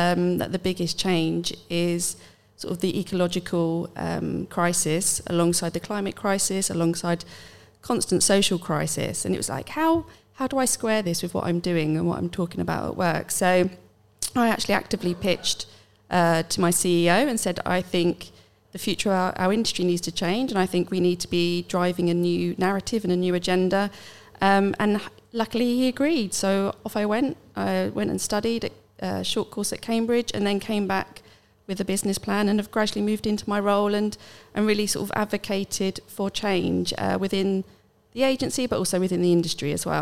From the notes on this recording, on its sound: Havas Media Network took the podcast out of the studio to the DigiAds stage at London’s MAD//fest event in July 2023 to record an episode before a live audience.